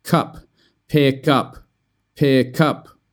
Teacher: That consonant k goes with up